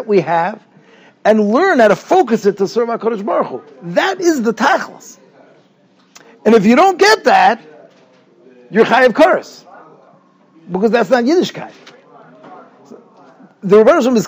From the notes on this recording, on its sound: Shiur recorded in Yeshivas Ohr Reuven, Monsey, NY.